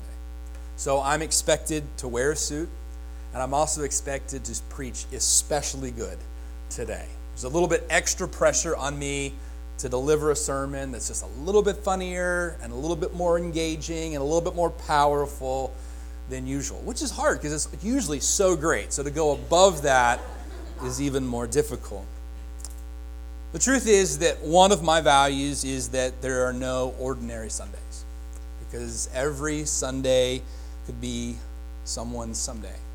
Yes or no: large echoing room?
yes